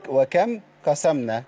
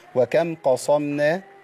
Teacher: بصي، ناخد بالنا من حاجة بس، مقولش وكم قسمنا، أنا عندي صاد مطبقة مستعلية وقبليها قاف مستعلية · Shown in: second take